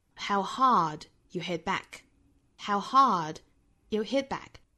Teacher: 还要注意一个语调的问题，就是在 back 这里面做重降调哈